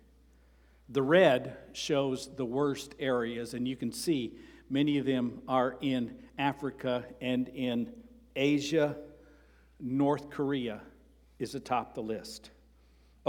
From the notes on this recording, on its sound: Sermon preached on September 24, 2023, at Avondale Baptist Church.